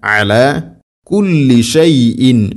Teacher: ഐൻ തൊണ്ടയുടെ മധ്യഭാഗം, എല എന്നല്ല